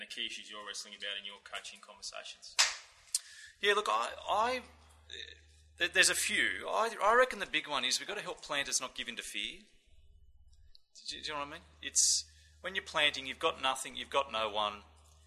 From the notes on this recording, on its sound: This audio was recorded as part of The Geneva Push's 2012 conference for network coaches.